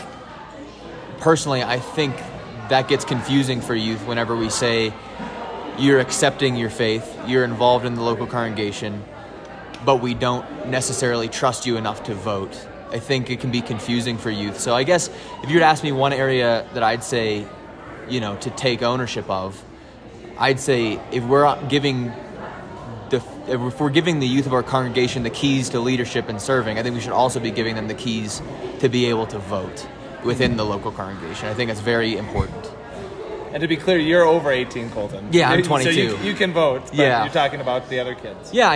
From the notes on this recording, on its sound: Mid-week at FLY 2023